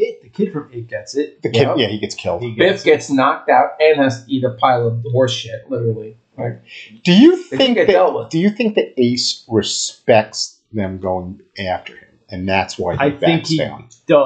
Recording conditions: poor sound quality